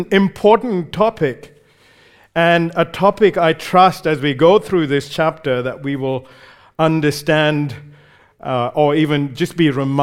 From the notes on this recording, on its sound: recorded live at Grace Community Bible Church